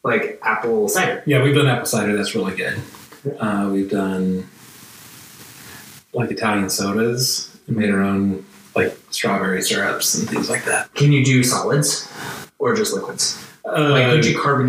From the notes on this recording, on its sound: This episode was recorded without the microphones on, by accident Still a great conversation, though the sound quality suffers slightly.